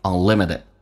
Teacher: unlimited 最后一个 T 发 D 这个发音